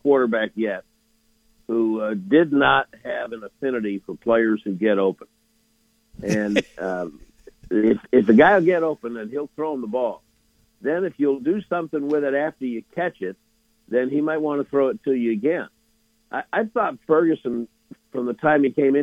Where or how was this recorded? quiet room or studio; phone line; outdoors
phone line